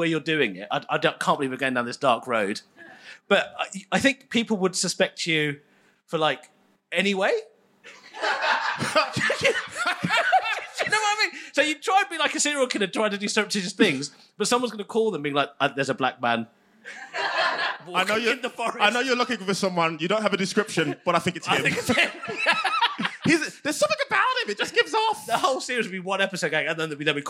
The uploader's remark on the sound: Live in London. This episode was recorded LIVE at Just for Laughs London.